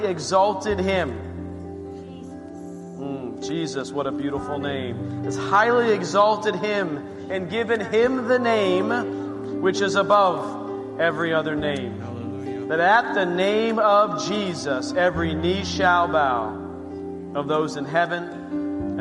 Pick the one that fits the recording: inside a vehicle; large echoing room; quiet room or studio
large echoing room